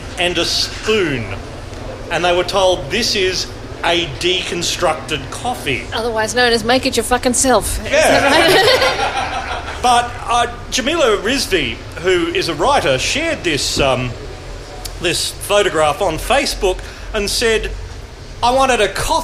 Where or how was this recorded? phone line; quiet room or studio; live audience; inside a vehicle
live audience